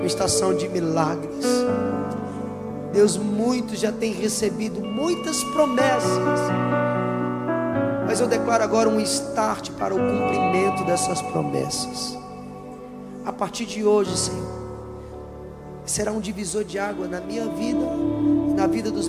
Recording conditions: large echoing room